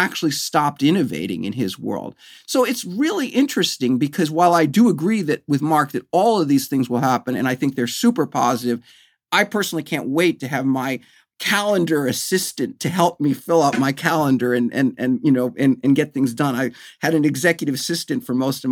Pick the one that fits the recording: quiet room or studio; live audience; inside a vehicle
quiet room or studio